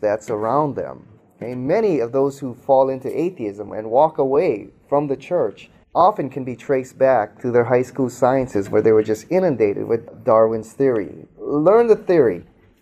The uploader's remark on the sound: speaks to a live audience